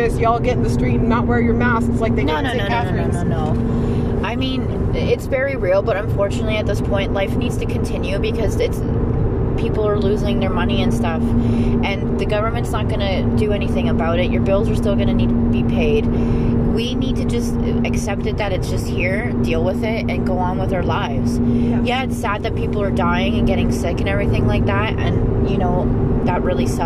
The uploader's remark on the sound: during a drive in the car